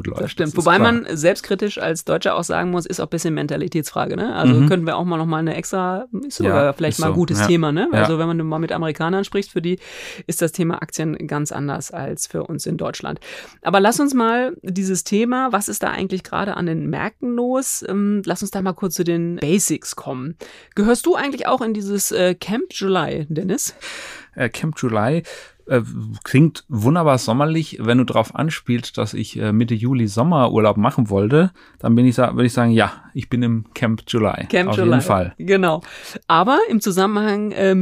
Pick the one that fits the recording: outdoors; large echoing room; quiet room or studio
quiet room or studio